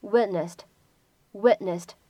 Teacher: 前面呢有一个爆破音 t 跟鼻音相遇，那么这个时候呢形成的是一个不完全爆破。所以这样一个单词呢，我们读的时候是 witnessed，witnessed。再往后面看 kindsof，出现在一起呢，可以有一个连读。连读之后呢，我们可以读成是 kindsof，kindsof。然后呢，再来看一下末尾的这样的三个单词。这边的话呢，我们先来看一下这样一个单词，b a t t ed。这个单词呢，你可以理解成为它是一个 bet 这样一个动词的过去式或者过去分词的变形。那么当它后面加上 e d 以后呢，我们说在美式发音当中，当中这个 double · 末尾这个 e d 字母组合它发的是一个 t 清辅音 · IPA: /ˈwɪt.nəst/